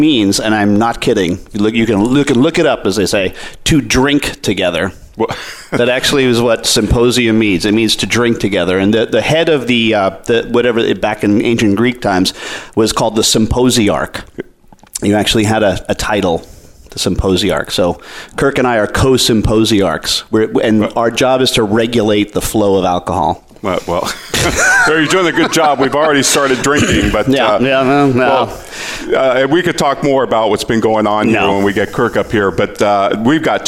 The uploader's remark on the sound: Live from the VeraSage Symposium. This episode is a live broadcast from the Symposium and will feature Guest conversations from other VeraSage Fellows.